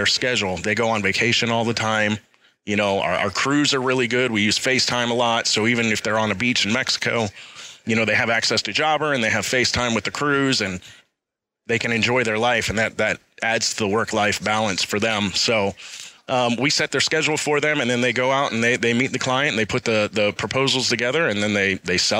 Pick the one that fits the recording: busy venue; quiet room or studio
busy venue